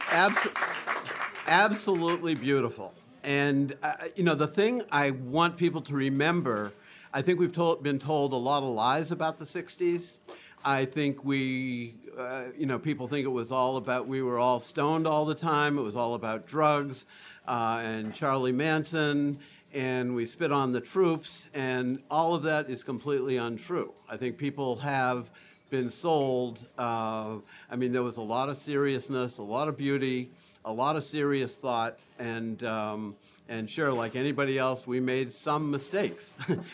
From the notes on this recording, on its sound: Recorded live at the legendary Red Key Tavern, January 2, 2017.